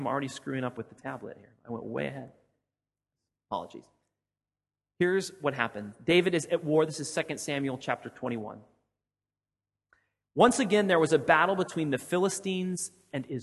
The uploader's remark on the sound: Sermon audio from FIBC Copenhagen